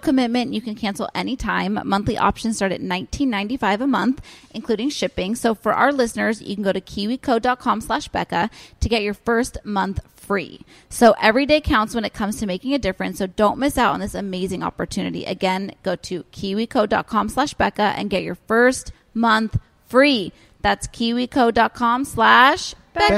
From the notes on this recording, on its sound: We’re live from San Francisco at the Giants Game